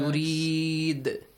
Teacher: When you stop, extend the sound, and also read the letter dal with an echoing sound.